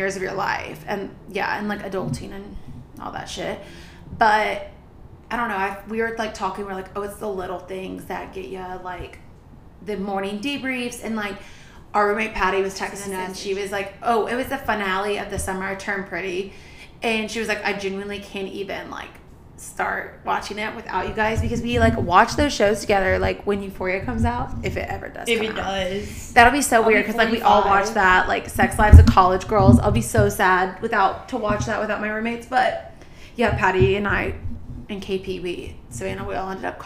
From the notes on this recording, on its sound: Live from our couch in New York City. We are still so new to podcasting and we are learning as we go, sorry in advance for the weird mic noises we have fixed them for the next episodes.